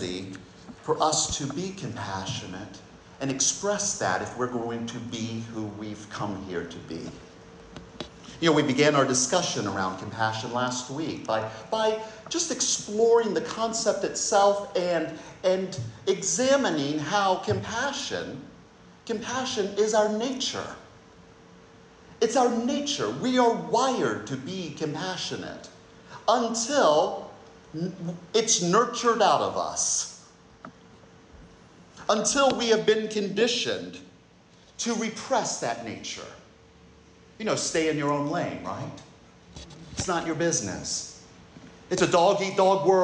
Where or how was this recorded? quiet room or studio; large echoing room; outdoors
large echoing room